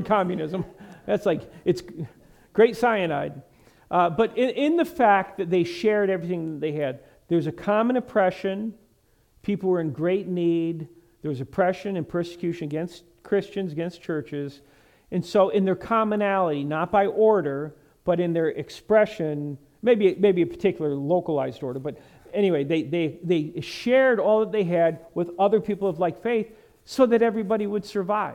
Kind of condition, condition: setting, large echoing room